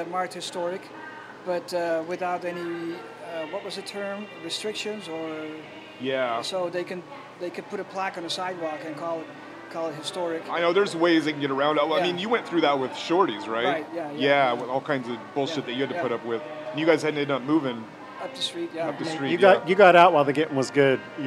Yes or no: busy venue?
yes